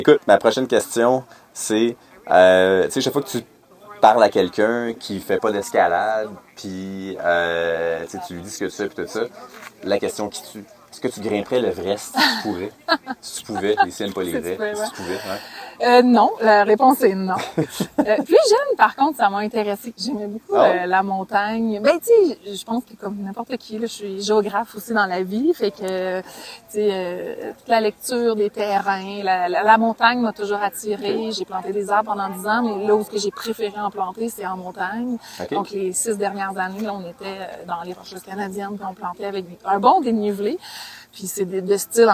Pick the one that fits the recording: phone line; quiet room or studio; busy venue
busy venue